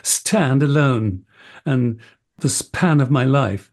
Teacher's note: the S gets a little more emphasis and the plosive is fully ploded